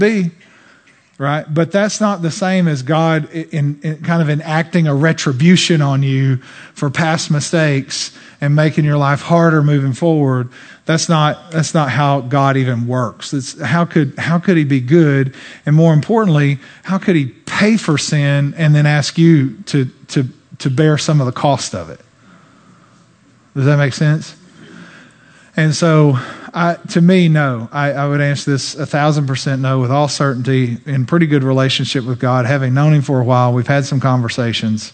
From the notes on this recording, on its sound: During this special weekend service. Answered the questions sent in live from the platform.